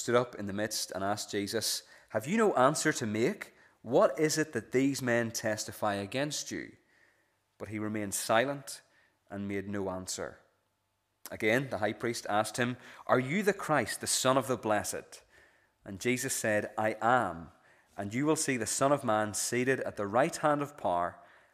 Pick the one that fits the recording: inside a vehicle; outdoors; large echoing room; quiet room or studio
large echoing room